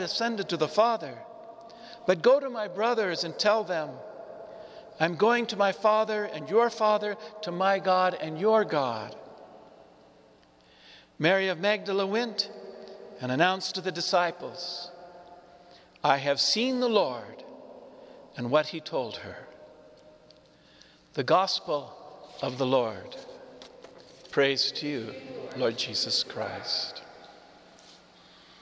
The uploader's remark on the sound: This Easter lmorning homily was preached to the Saint Francis Catholic Community of Cuenca in the Iglesia San Francisco, Cuenca, Ecuador.